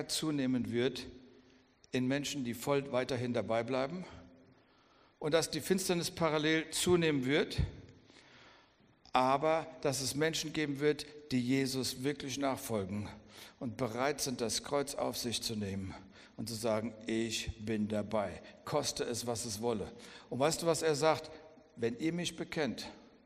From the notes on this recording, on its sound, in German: Hör dir hier die Predigt vom Vision Sunday 2021. Aus unserem Gottesdienst am 14.